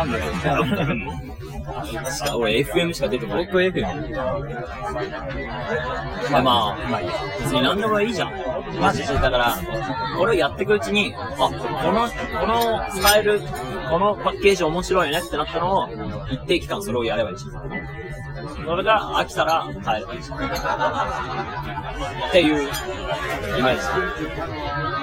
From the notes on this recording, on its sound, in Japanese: 最初の配信でいきなり音声が雑音に隠れていてすみません。